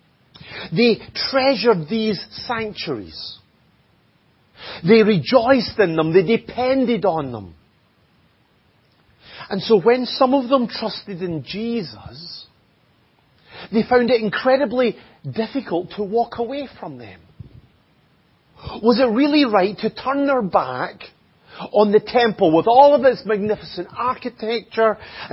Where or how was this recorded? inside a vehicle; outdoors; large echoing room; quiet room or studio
large echoing room